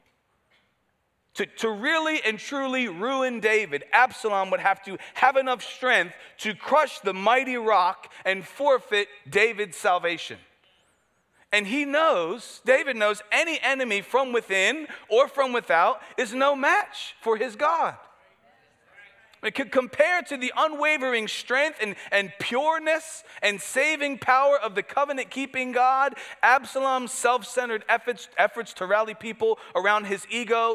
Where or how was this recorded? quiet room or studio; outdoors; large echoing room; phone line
large echoing room